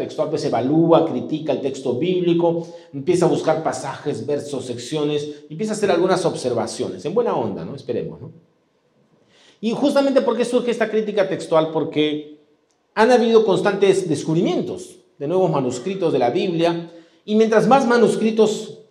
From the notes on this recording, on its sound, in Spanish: presentado en vivo el domingo 6 de noviembre de 2022 Este podcast es la retransmisión de la reunión de iCafe de cada domingo